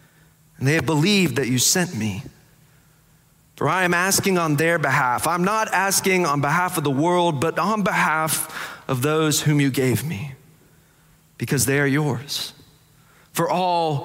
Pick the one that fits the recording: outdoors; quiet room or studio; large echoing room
large echoing room